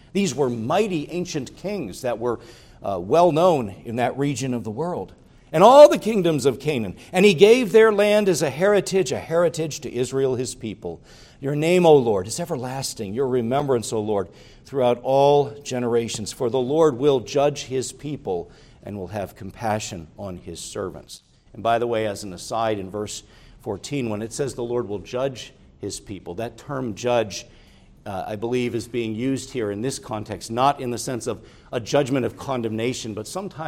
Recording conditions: large echoing room